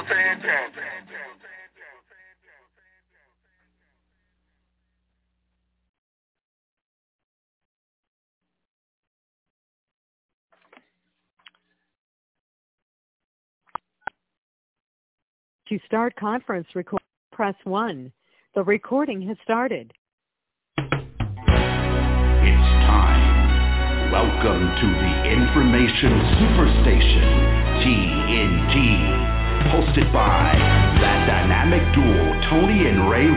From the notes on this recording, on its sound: TNTSuperfantastic Conference Call